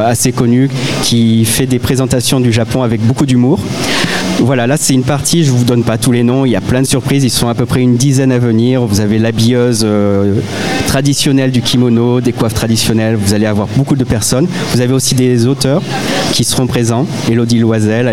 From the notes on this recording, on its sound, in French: Dans le cadre de la Foire Internationale de Montpellier 2023, Radio Aviva était en direct depuis le Hall B2 pendant neufs jours. Notre invité en plateau.